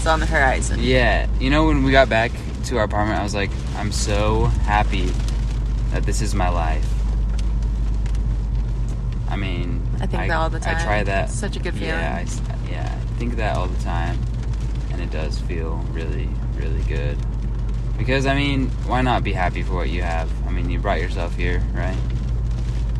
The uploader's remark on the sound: Recording on a rainy day drive in huntsville utah. Our van blew up.